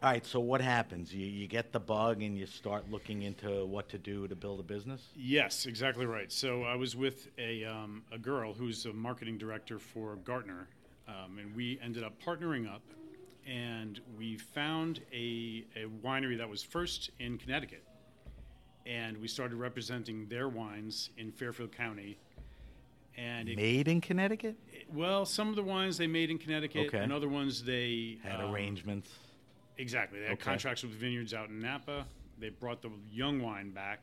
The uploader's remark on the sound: This episode of HRN On Tour was recorded at the Global Wine Dinner at Washington Prime as part of Norwalk Now’s CRUSH. This episode of HRN On Tour was recorded at the Global Wine Dinner at Washington Prime as part of Norwalk Now’s CRUSH.